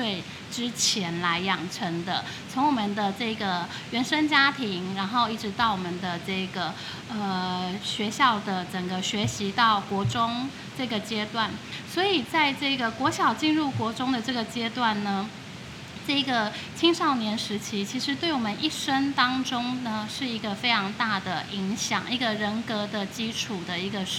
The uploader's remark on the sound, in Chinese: 錄音當天大雷雨，前5分鐘雜音較大。